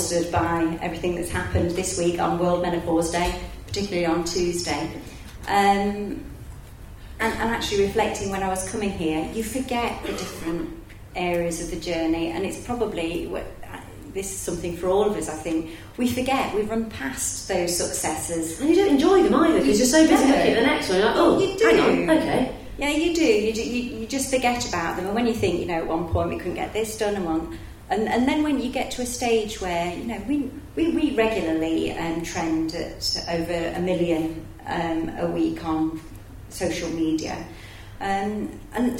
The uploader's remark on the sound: A very special session this week as it was recorded live on stage at Enterprise Nation's Festival of Female Entrepreneurs last month.